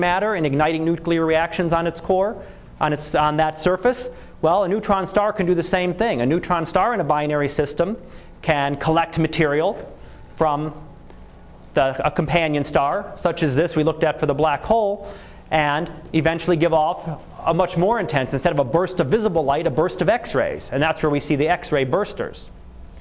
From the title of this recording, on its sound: Live Class Lecture